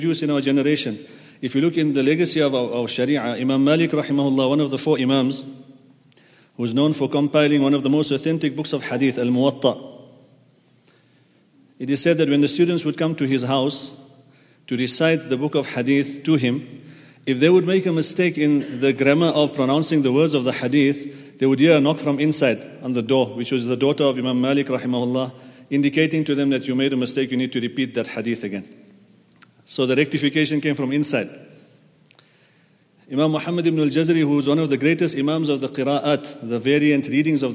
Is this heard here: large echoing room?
yes